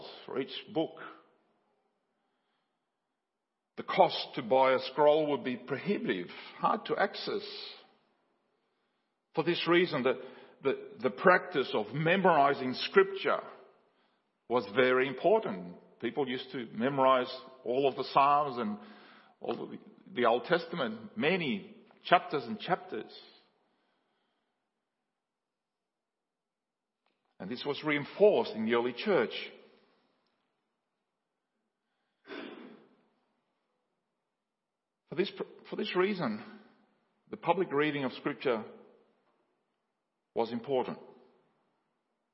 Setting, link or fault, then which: setting, large echoing room